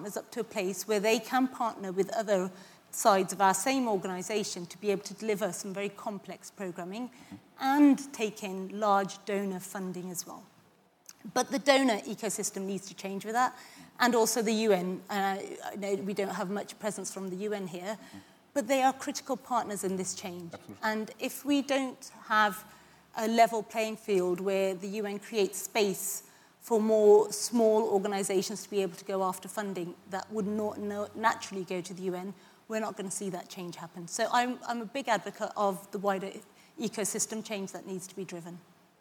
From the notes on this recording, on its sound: This episode is a recording of the closing panel of the Humanitarian Xchange (Hx) conference which took place in London on 20 February 2024.